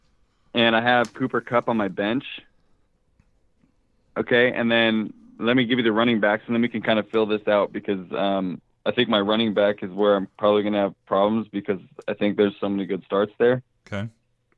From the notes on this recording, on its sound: Saturday Q&A Call-In Show. Weekly Q&A show with listeners calling in from around the globe, posting in our forum, and shooting us emails.